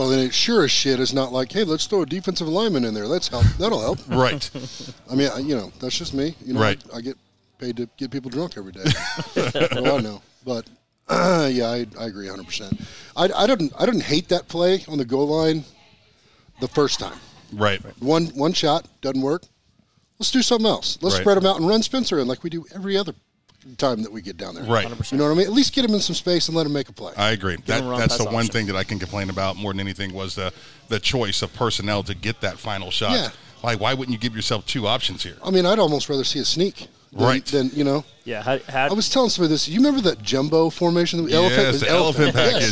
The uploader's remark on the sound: LIVE at C J Moloney's